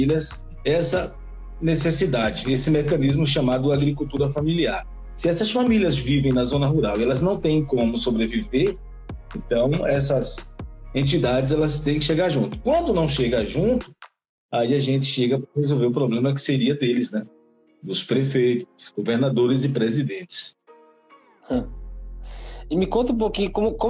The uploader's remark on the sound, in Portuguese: Os episódios são gravados em lives do Instagram